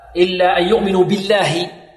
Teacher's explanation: وترقق في لفظ الجلالة إن سبقت بكسر